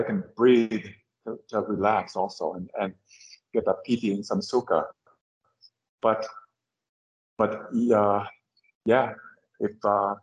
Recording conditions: video call